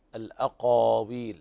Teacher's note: انتبه إلى حرف القاف المفخمة في قوله تعالى ثم ولو تقاول علينا بعض الأقاويل